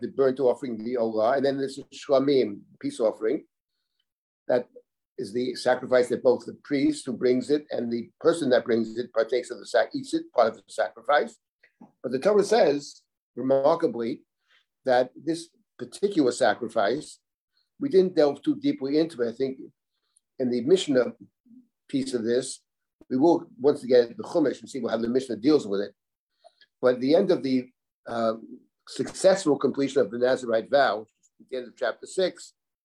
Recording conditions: video call